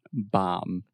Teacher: we would not say bombing. The B is silent.